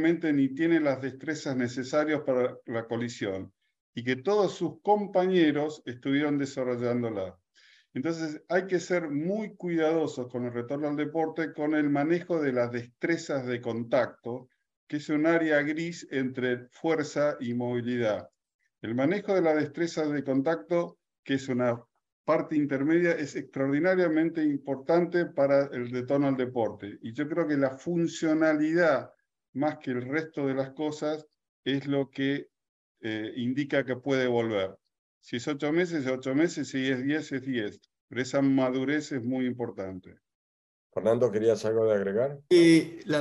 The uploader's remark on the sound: This is the Audio Replay of the 2022 ISAKOS Webinar with SLARD presented in Spanish!